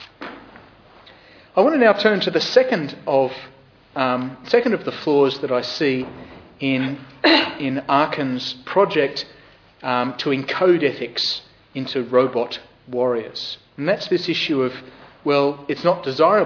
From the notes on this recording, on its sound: Podcast of the Darlith SRG public lecture